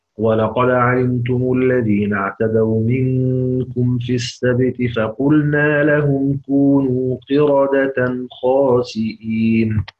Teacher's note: بسكون ميم الجمع أولا للإمام قالون، وبتفخيم الراء في كلمة قردة